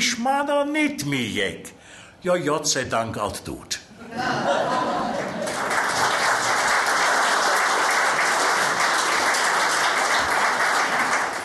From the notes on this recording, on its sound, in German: Ein Großteil der vorliegenden Aufnahmen wurde "live" bei einer der letzten Lesungen vor seinem plötzlichen Tod im April 2004 mitgeschnitten. Die hörbare Begeisterung des Publikums für die kölsche Sprache.